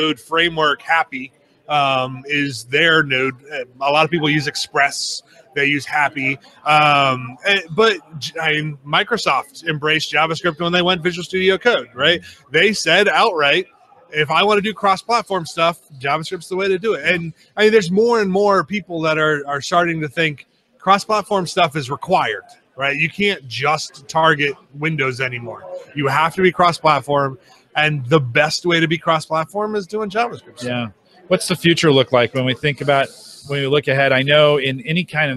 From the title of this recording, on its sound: Interviews at HDC 2016